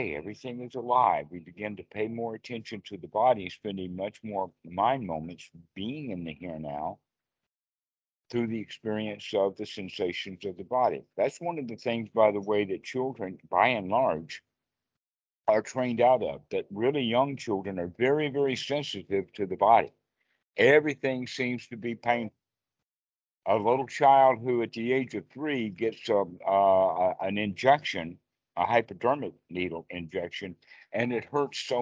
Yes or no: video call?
yes